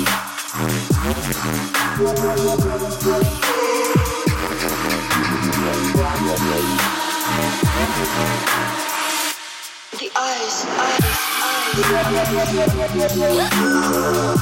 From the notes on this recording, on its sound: Live from ORKZ-Bar!